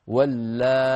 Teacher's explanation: حذف الهمزة لأنها هي الثقيلة وتبقى الياء ساكنة، لما بتبقى الياء وقبلها في ألف حينشأ عندي مد لازم هكذا، واللاي، لأنه ألف مدية وبعدها ياء ساكنة، واللاي.